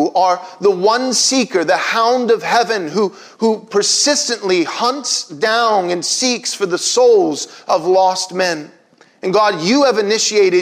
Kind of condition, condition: setting, large echoing room